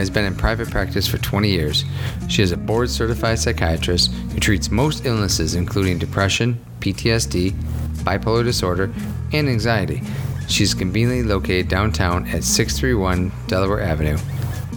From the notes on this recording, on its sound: Recorded at This Little Pig Restaurant.